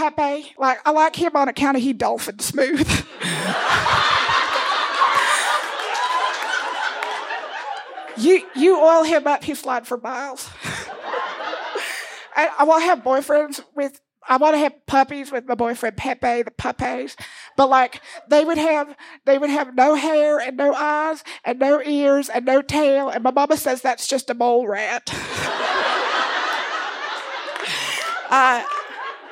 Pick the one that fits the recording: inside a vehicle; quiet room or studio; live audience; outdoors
live audience